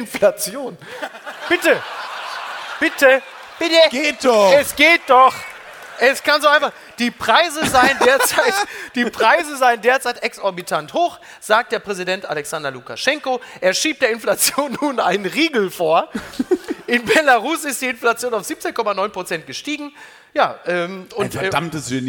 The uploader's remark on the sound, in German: live aus Köln